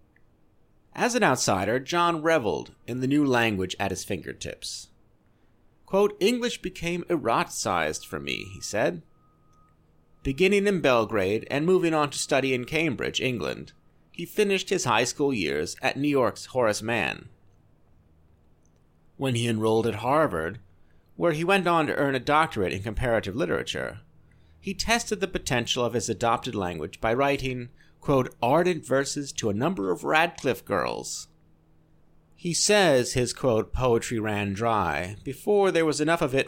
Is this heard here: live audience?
no